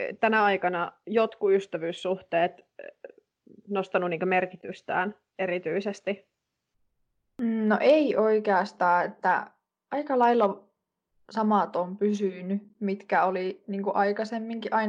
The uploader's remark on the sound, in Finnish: Podcast on äänitetty täysin etänä, koska sen tekijät ottavat ystävällisesti sosiaalista etäisyyttä toisistaan.